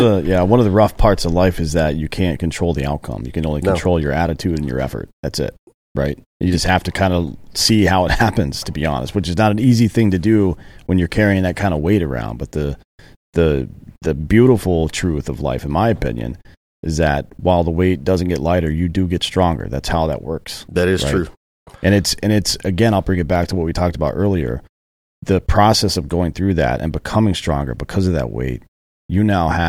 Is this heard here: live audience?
no